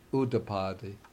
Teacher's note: ut followed by the a is a bit harsh, so it turns into an ud. It becomes Uddapadi.